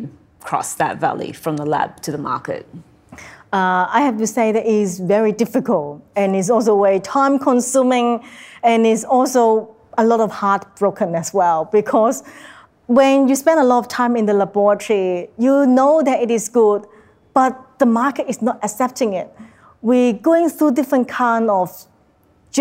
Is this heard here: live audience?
yes